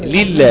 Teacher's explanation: لله سبقت بمكسور فاللام فيها مرققة